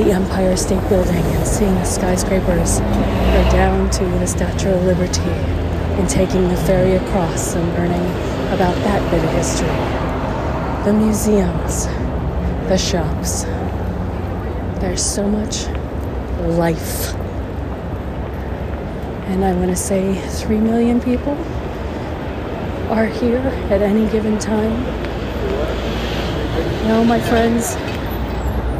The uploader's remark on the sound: Rockefeller Center & 5th Avenue, NYC, New York, USA. Special Edition On Location Walk and Talk.